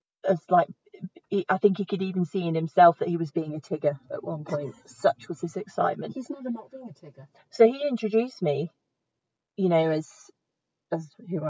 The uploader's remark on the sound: we FINALLY get back in the car and talk nonsense for a while